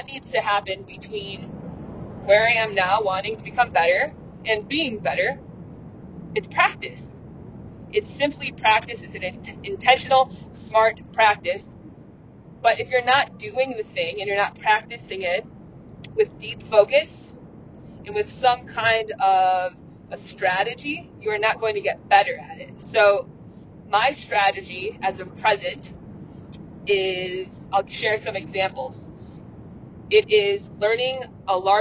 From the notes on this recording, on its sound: Thank you for your patience with the audio quality--this earlier solo-sode was recorded while on the road.